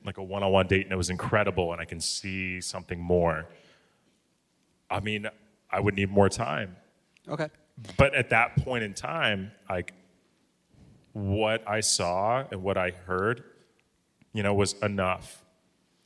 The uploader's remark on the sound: Live from the #SCADTVFest in Atlanta. In front of a live audience. Thanks to a few hilarious questions from the audience.